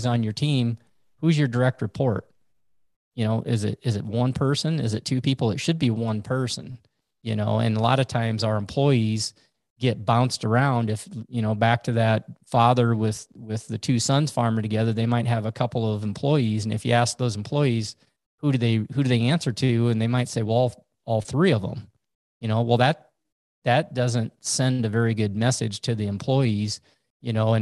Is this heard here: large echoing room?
no